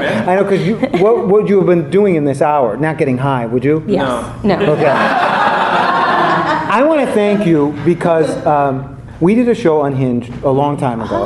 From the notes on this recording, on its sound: The Second City's Improv Allstars is a short form improv show a running in the UP Theater at The Second City Chicago. You can hear his transformation take place on stage.